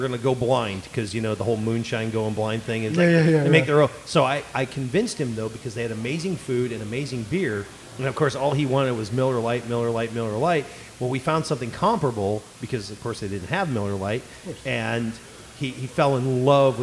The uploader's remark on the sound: We recorded at Thistle Draft Shop in Spring, TX with a great mix of guests!